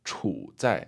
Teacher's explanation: when you see it like before the character 在, 处在, it's going to be that third tone because it means it's a verb meaning to be located in or living in, right?